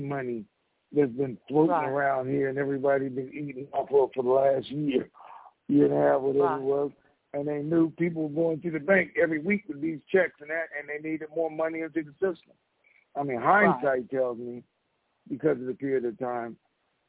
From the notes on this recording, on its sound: TNTSuperfantastic Conference Call